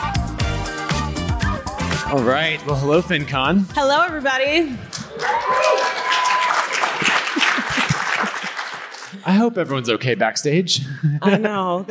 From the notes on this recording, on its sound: We're live from FinCon